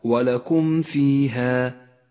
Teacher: وأخيرا الإظهار الشفوي في قوله تعالى ولكم فيها ولكم فيها، بل تكون الميم أشد إظهارا إذا جاء بعدها حرف الفاء